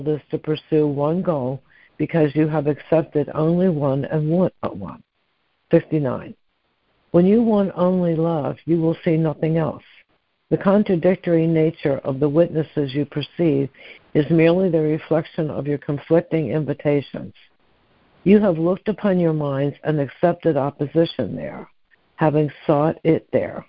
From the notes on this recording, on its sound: ACIM Daily Conference Call.